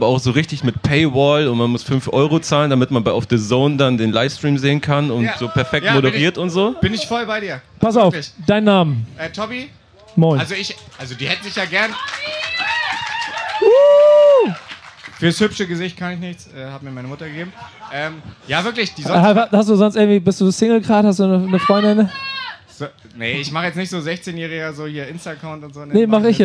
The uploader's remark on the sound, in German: Der BACKSPIN Stammtisch live vom Splash! 22